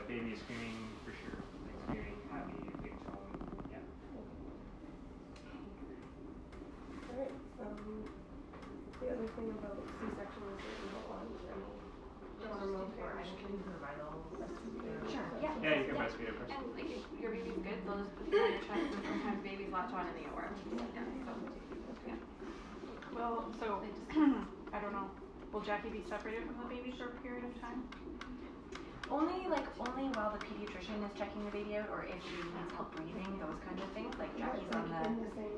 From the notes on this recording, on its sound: I apologize for the quality, hospitals are incredibly loud places.